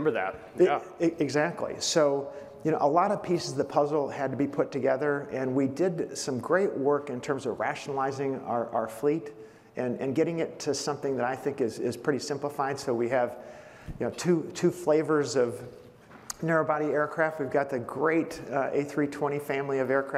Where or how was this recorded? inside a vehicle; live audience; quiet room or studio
live audience